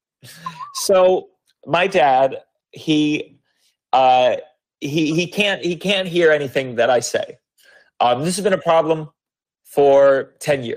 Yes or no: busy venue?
no